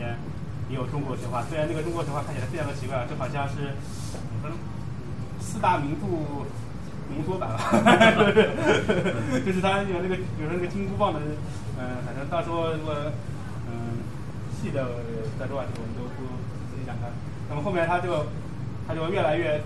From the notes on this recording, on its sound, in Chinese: 本期节目是当时的现场录音